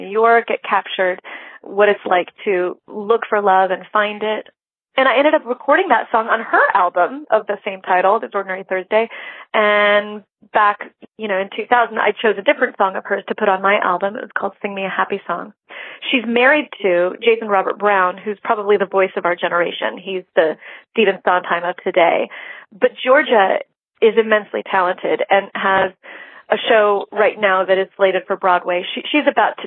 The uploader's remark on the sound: This was a telephone interview, or as they say in the biz a phoner.